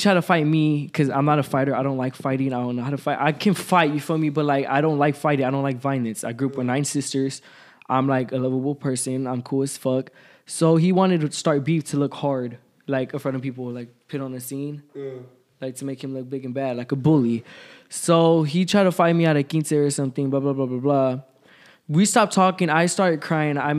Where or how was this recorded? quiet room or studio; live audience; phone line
live audience